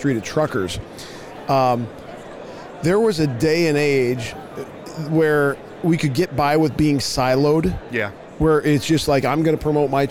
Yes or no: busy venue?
yes